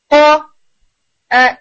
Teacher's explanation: اقصر لسان کی parting soft pellet سے